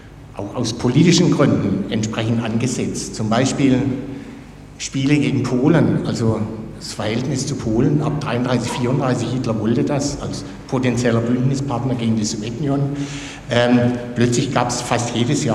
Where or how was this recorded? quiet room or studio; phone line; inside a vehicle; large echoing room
large echoing room